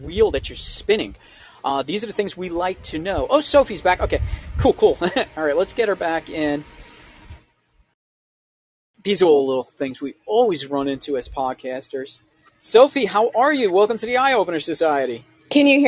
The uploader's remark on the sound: Was recorded live over the Wisdom app. The show was recorded outside our home studio so there will be background noises, wind dogs barking, and the like. We took complete advantage of a beautiful August day!